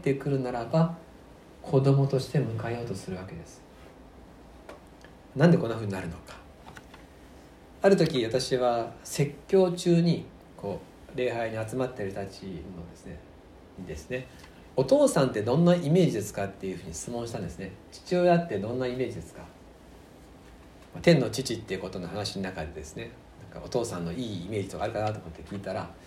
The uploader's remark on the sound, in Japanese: 吉備教会礼拝メッセージ録音